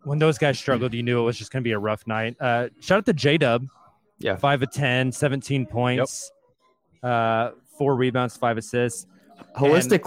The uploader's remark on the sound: live from our play-in watch party at Chalk OKC